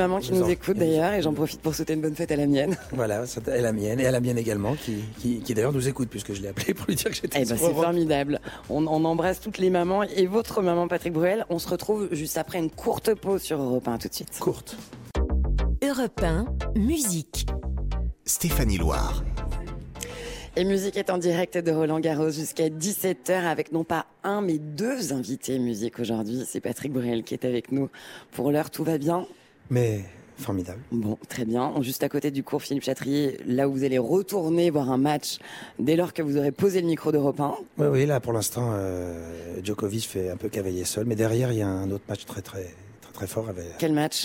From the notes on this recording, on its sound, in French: En direct de Rolland-Garros.